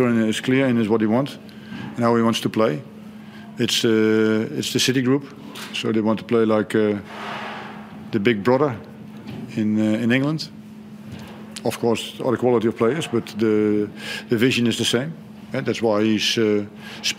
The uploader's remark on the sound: Hyundai A-League 2019/20 Round 1 post match press conference. At Coopers Stadium.